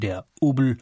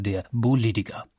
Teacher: Das P zum B zu machen, haben alle Franken gemeinsam. So wird aus dem Opel der Obel und aus dem Politiker der Bolidiger. · Term: binnendeutsche Konsonantenschwächung